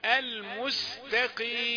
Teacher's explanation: والقاف مكسورة في اخر درجات التفخيم